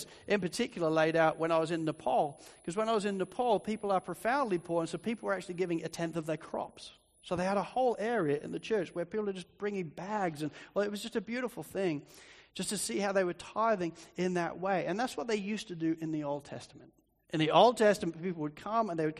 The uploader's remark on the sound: Sermon recording from Sunday 3rd March 2024